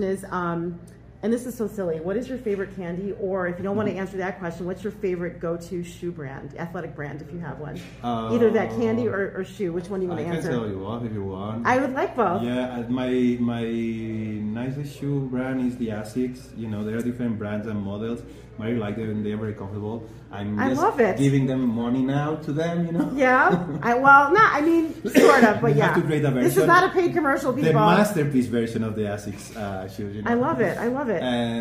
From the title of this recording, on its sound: Live from 2024 Sundance Film Festival